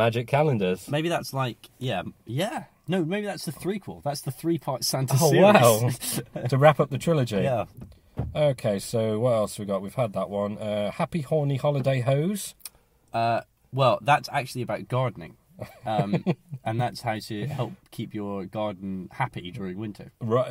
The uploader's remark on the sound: Christmas Carcast